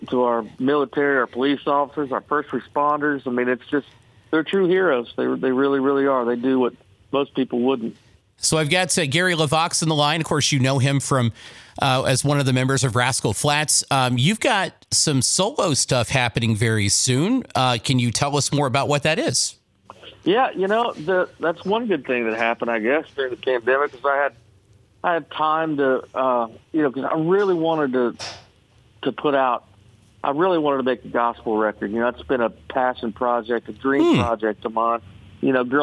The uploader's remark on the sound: called into the show this morning